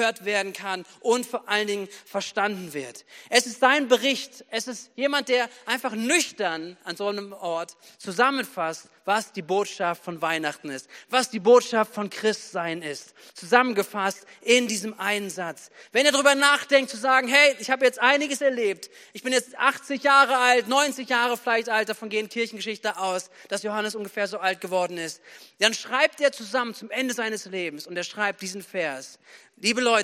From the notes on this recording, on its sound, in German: Predigten am Heilig Abend aus der Missio Kirche. Gemeinde für Bad Kreuznach und Region.